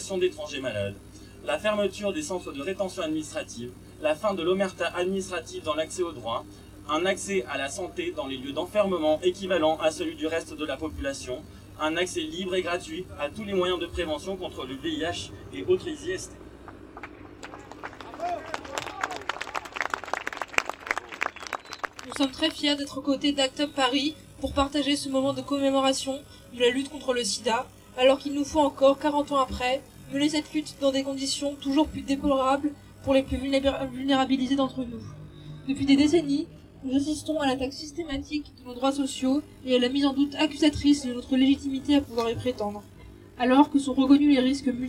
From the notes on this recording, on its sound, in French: Le rendez-vous a été donné sur la place de la Bastille. La manifestation s’élance en direction de la Flèche d’Or dans le 20e arrondissement de Paris. Le déploiement du patchwork des noms, des prises de parole et un repas partagé. Le 1er décembre 2021 à Paris.